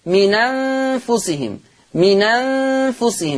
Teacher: هحرك النون بحركة الهمزة فتصير نون مفتوحة · Term: النقل